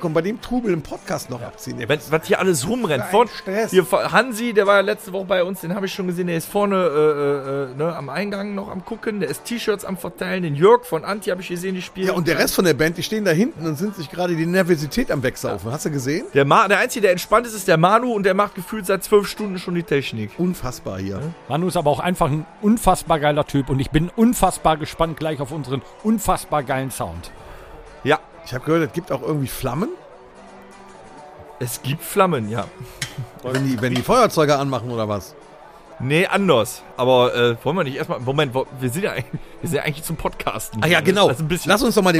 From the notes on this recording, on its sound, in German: Gestapelte Bierkisten, Kilometer von Kabeln, Boonekamp, Kippen…überall Irren Menschen umher…eine unglaubliche Geräuschkulisse….es ist stickig und warm…richtig, wir sind auf einem Festival. Heute senden wir live vom Benefiz Open Air Rock Sommer Nacht in Grevenbroich und alle schauen vorbei.